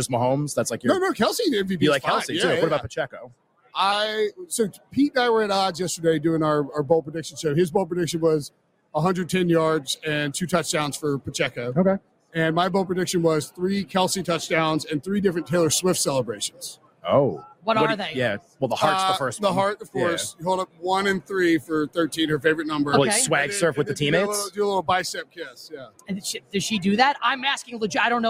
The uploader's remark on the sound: LIVE from Radio Row